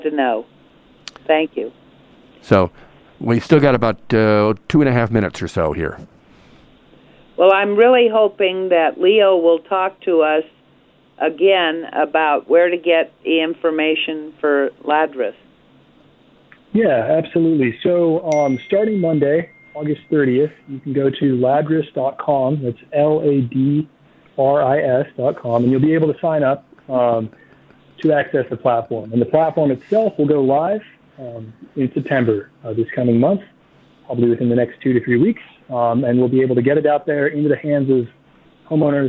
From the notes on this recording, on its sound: calling into the Garden Forum